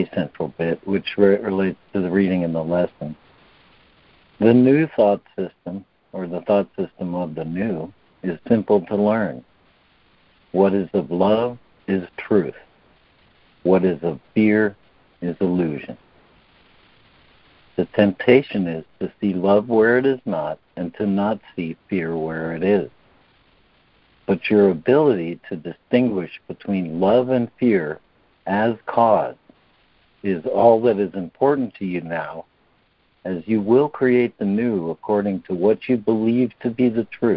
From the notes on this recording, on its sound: ACIM Daily Conference Call